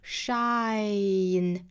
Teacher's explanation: 把第一个元音拖长慢慢的过渡到第二个元音 I shy 再去加辅音、shine 这样音就出来了所以大家不要着急不要直接发成 shine 这样容易发错所以说我们如果说哪个音发不准确的话呢就单独把它拎出来非常慢的去练这个音的音素 Shine the light of 之前给大家建议过把这个声音拖长大家可以用音频软件就像比如说这个 Cool Edit 就是 COOLEDIT 大家可以百度搜索一下这个是需要用电脑的大家可以把这个音频拖长了之后呢去仔细听里面的每一个发音的音素要点 Shine the · Term: 双元音